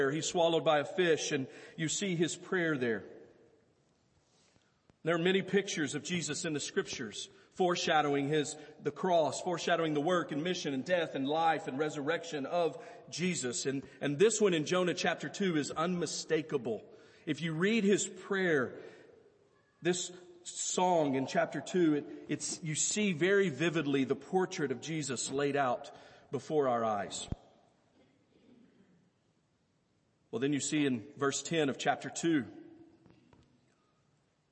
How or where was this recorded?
large echoing room